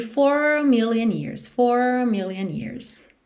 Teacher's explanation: Esse A de a million years não é muito destacado